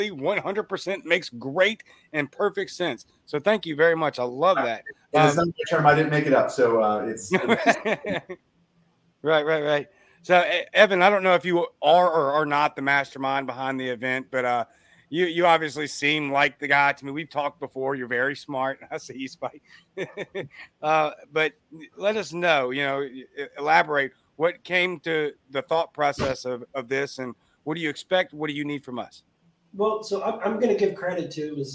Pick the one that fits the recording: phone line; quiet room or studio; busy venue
busy venue